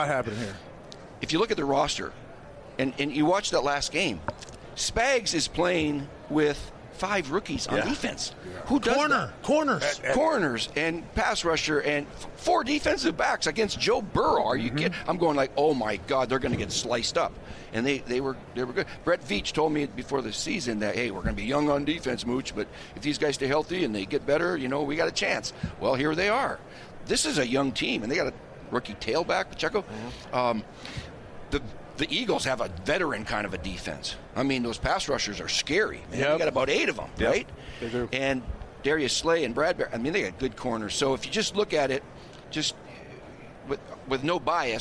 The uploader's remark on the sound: Super Bowl Thursday from Radio Row. LIVE from radio row in BEAUTIFUL Phoenix, Arizona for this Super Bowl Thursday.